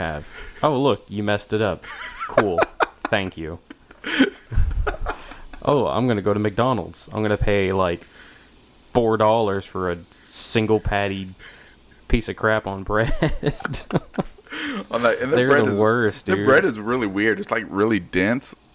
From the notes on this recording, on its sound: I took a trip out into the country. We listen to the sounds of Mother Nature and all her bugs.